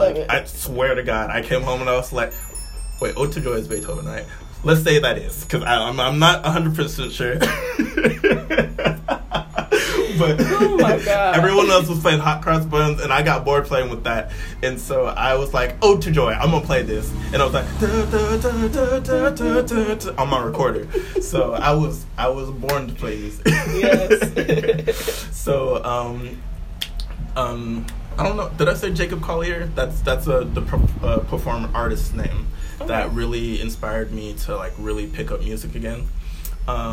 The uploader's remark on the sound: Y’all gone hear the true essence of Oakland in the background as this is my first time recording outside.